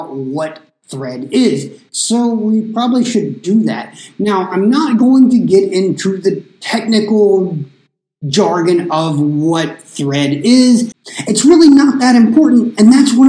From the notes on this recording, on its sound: My sincerest apologies for this week’s audio quality. The combination of a VERY reverby recording space and a USB cable malfunction were to blame.